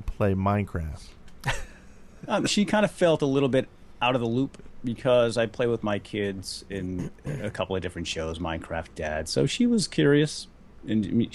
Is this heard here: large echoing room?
no